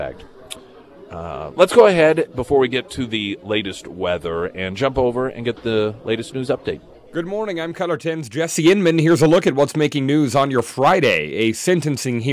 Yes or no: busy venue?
yes